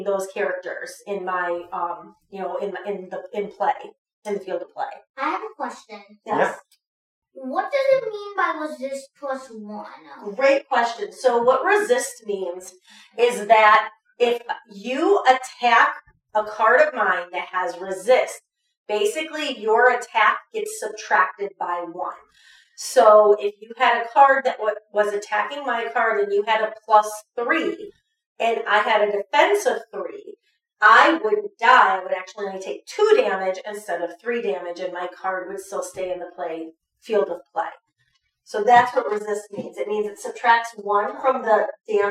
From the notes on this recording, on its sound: We are working on improving audio so stay tuned as we get better at this.